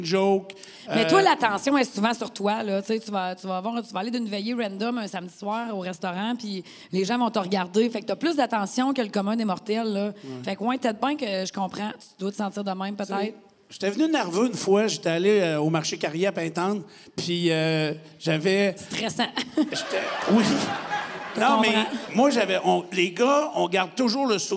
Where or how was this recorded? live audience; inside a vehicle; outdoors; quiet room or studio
live audience